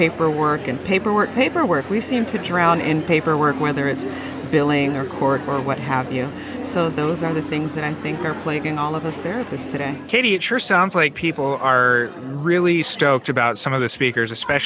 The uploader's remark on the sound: Having Fun at The Evolution of Psychotherapy Conference: Talking about Modern Therapist Problems in the Exhibitor Hall.